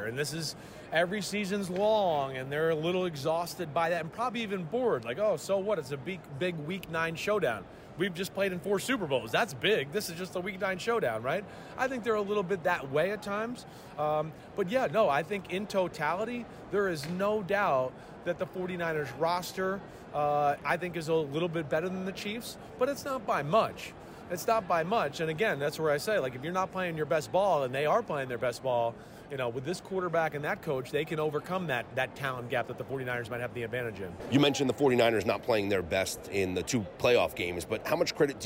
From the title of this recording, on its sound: Super Bowl Preview LIVE from Media Row!